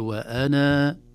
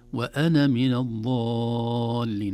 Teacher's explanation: نثبت الألف وقفا ونحذف الألف وصلا